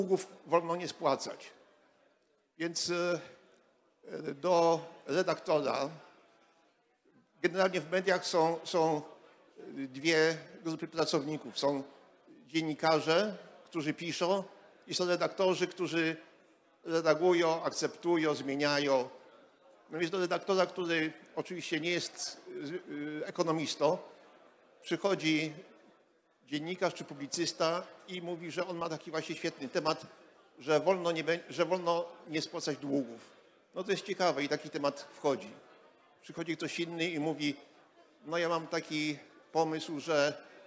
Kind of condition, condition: setting, live audience